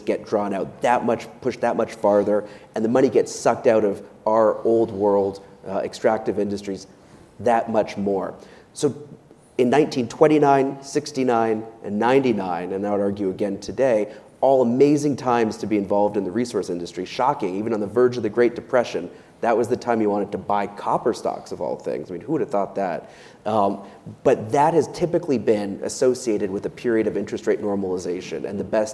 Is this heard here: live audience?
yes